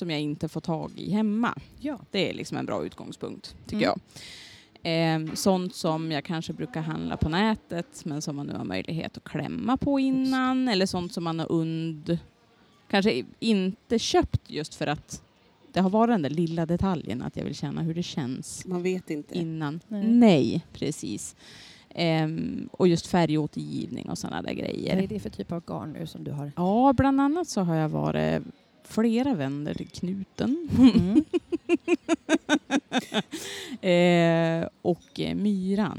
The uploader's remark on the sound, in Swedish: I avsnitt 20 träffar vi stickpoddskändisar som besöker "Sy och hantverksfestivalen" i Stockholm.